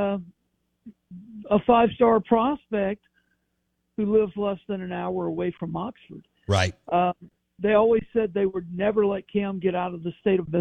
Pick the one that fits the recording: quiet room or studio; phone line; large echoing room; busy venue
phone line